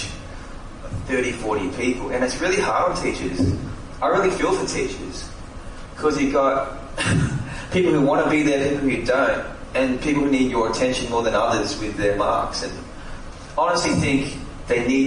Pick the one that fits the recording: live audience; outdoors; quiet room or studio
live audience